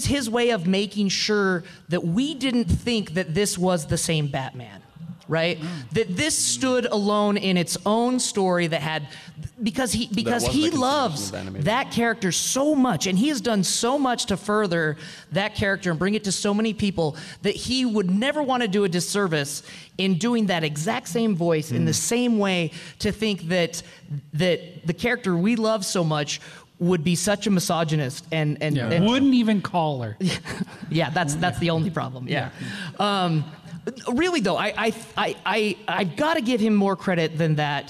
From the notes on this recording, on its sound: From Salt Lake Comic Con 2016, a panel discussion